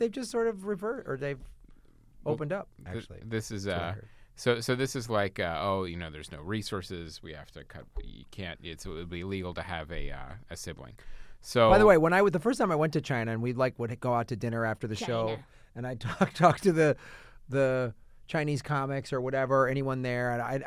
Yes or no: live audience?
no